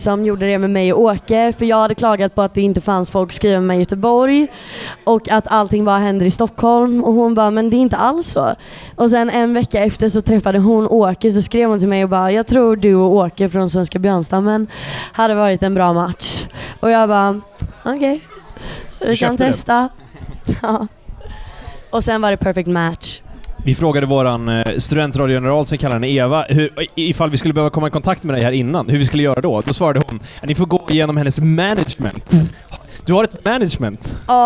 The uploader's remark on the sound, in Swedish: från spelningen på K103 Off The Record på Oceanen